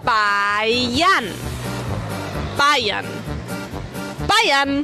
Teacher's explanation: Tiene una N al final. Y además, en alemán, cuando en una misma sílaba la R está delante de una consonante, suena como A.